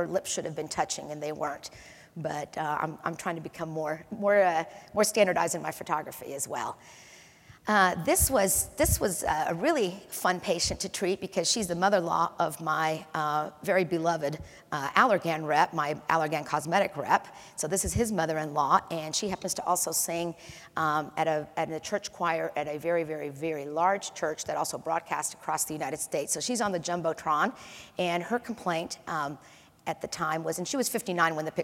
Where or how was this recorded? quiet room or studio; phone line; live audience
live audience